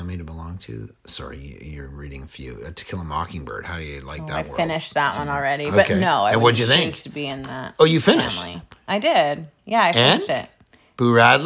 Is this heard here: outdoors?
no